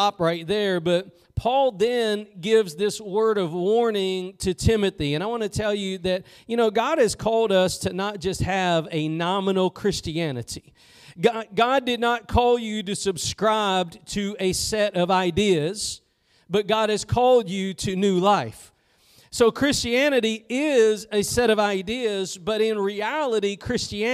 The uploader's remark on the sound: Preached at Gospel Lighthouse in Bossier City, La.